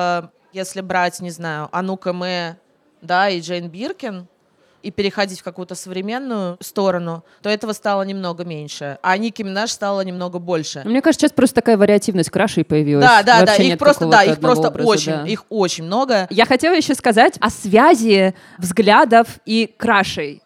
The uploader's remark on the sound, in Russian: Live в «Ровеснике». В этом эпизоде, записанном вживую на сцене бара «Ровесник».